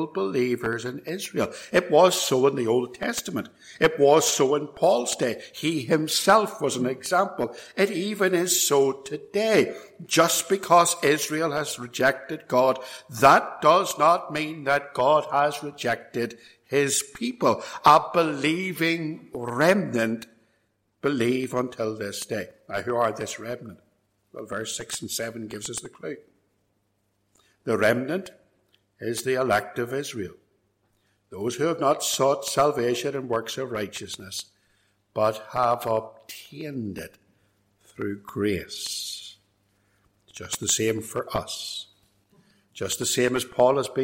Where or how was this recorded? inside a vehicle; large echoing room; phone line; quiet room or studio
large echoing room